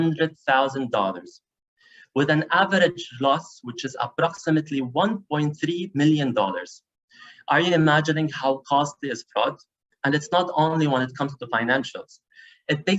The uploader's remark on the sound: Live Webinar